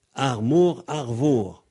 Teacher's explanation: C'est resté Armor en français, comme en ancien breton, Armor. Et puis le M de Mor a muté en V